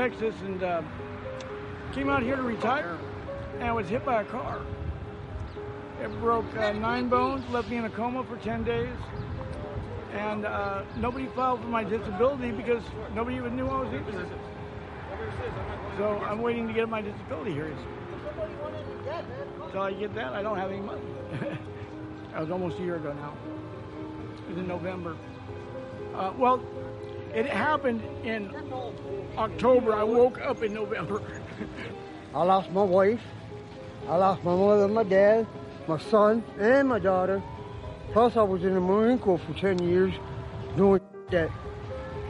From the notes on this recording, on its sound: Here are some interviews I recorded while out in different areas of L.A.